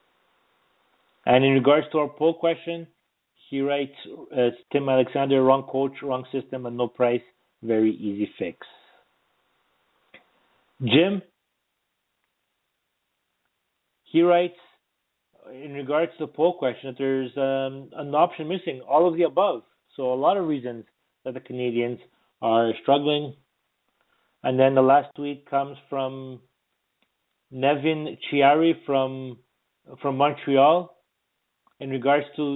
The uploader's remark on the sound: we take your phone calls